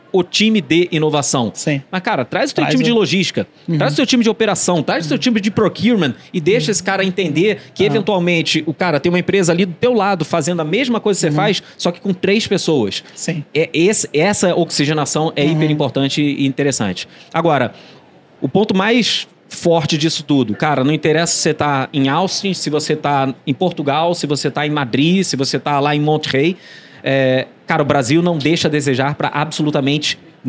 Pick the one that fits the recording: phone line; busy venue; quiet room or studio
busy venue